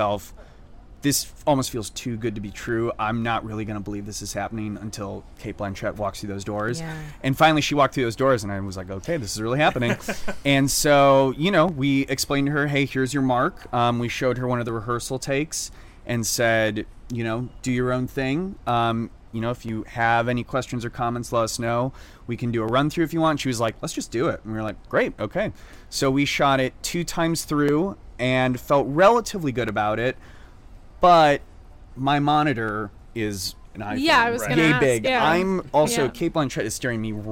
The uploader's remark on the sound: We are live, on-location at the TCL Chinese Theatre for the 19th annual Oscar Qualifying HollyShorts Film Festival , as the official podcast partner. Entirely shot on an iPhone with no crew.